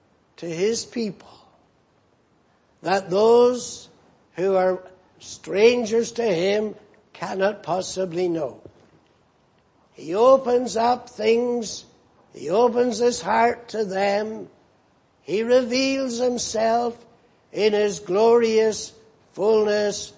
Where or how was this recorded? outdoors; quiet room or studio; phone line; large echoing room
large echoing room